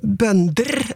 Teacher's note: Mens bønder, det var et enstavelsesord i norrønt, og derfor har det enstavelses tonelag, eller tonem 1.